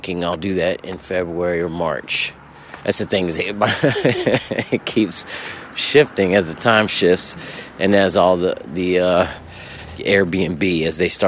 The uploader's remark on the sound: While on tour together in Florida, the three rappers take some time out of a drive.